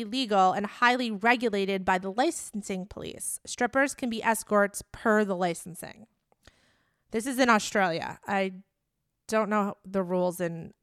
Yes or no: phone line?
no